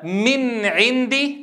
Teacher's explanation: التقت نون وعين، الأصل أن تبين النون وتبين العين، الإظهار.